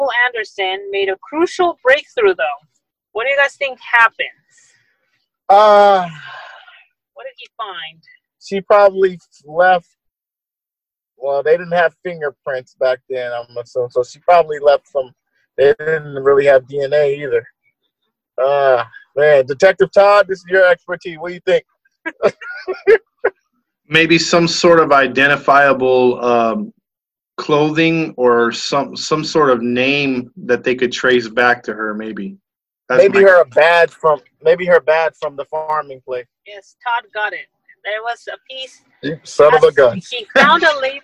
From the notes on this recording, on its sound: On this episode we are still doing the zoom so the audio is a 100%.